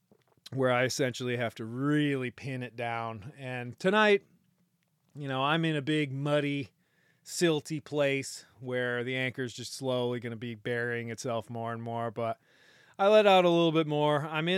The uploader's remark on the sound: Intracoastal Passage from Oriental NC-Belhaven NC. I figured I would do a little recording will in transit through the Intracoastal. Sparrow is a blue water boat.